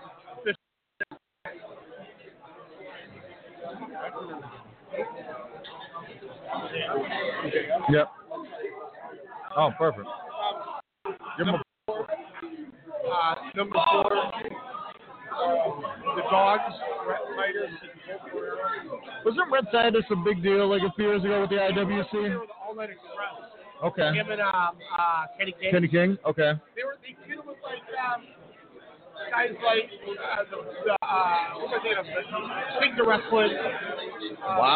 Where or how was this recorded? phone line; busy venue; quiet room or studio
busy venue